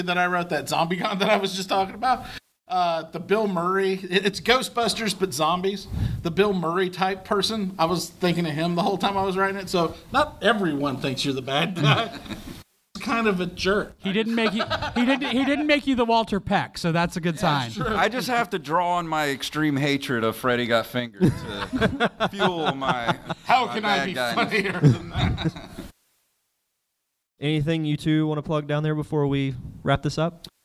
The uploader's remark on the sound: Invades the Pensacola Indie Fringe and Comedy Festival! In this special panel.